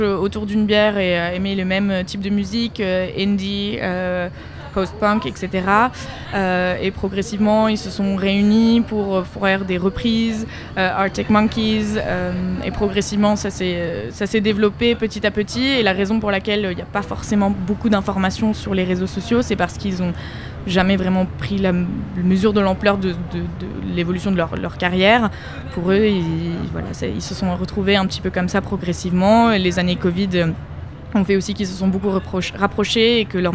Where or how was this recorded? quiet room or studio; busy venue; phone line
busy venue